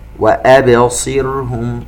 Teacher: الغالبون، نفخم الغين. وأبصرهم، نقلقل الباء، والراء الساكنة بعد كسر ترقق. حتى نحصل على الترقيق الصحيح للراء لابد من إشباع الكسر التي قبلها.